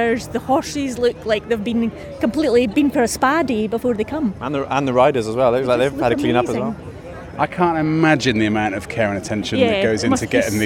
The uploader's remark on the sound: Ringside at Fife Show